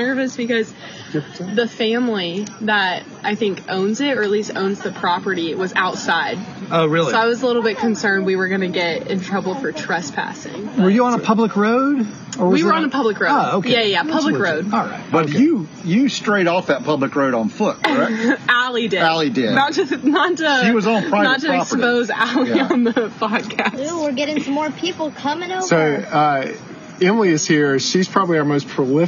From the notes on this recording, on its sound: Recording of our first live episode broadcast last Wednesday night from West Salem Public House!